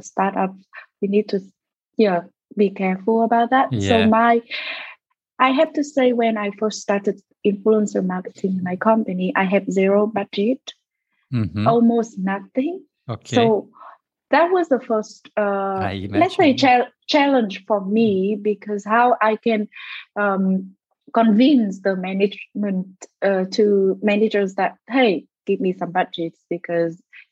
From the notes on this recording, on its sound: This episode was recorded through a Zoom-call on February 15, 2022.